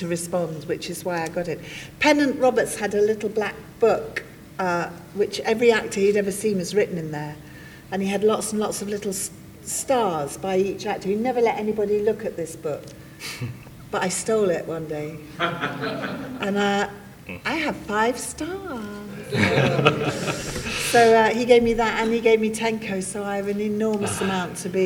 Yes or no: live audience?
yes